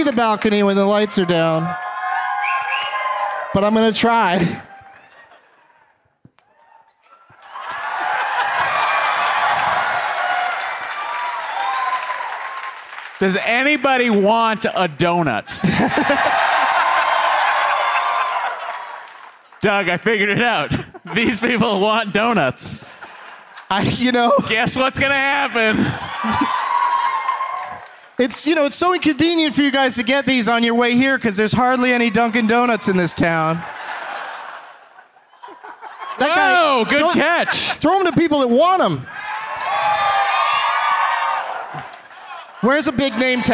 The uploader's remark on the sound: Live from the Wilbur Theatre in Boston